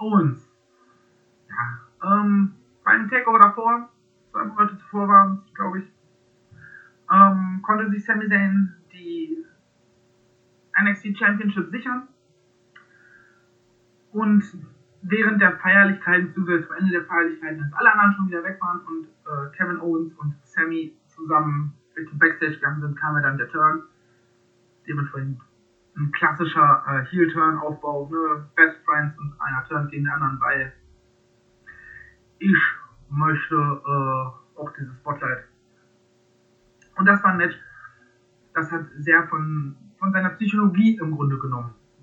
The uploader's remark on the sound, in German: Sorry für die wacke Soundqualität.